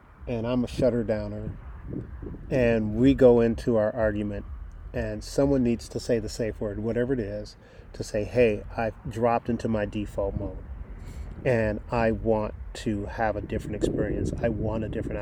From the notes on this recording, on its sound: First pardon the wind noise. I recorded the podcast outdoors at a weekend retreat.